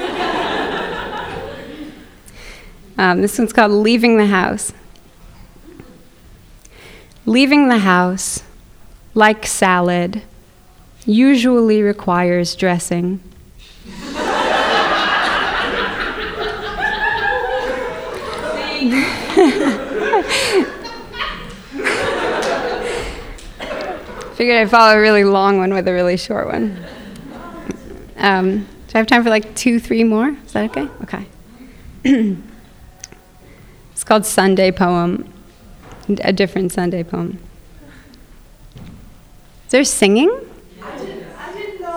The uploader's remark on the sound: Live at The Philadelphia Ethical Society. From our live event earlier this year in Philadelphia.